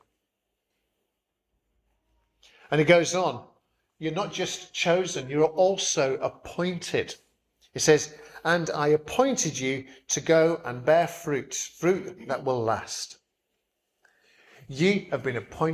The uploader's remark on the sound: Preached at St Barnabas, Swanland on 11th June 2023